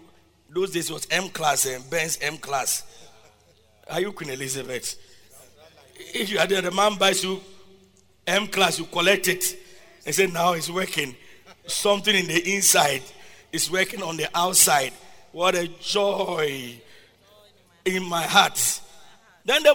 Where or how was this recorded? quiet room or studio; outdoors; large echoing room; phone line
large echoing room